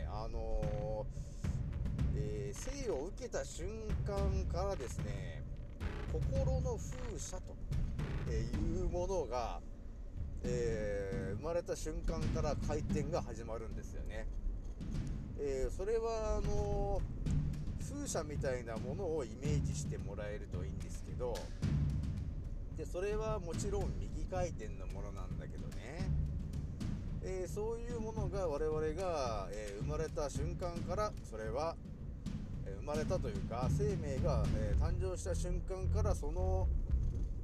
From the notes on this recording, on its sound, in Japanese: 少し音声が小さくなってしまいました。すまん。